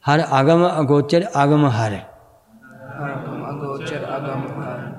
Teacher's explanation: ਟਿੱਪੀਆਂ ਨਹੀਂ ਲਾਉਣੀ, ਅਗਮ ਪੋਲਾ ਹੀ ਪੜ੍ਹਨਾ